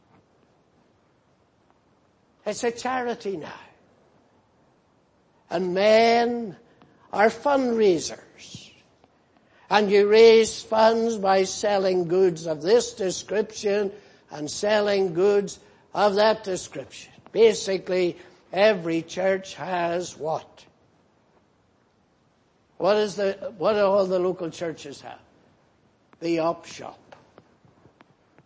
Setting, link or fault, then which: setting, large echoing room